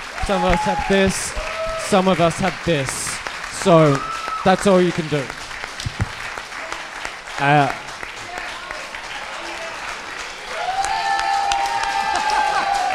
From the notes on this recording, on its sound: Live show audience questions! This week's After Show is our live show Q&A from our Melbourne and Sydney 2020 live shows.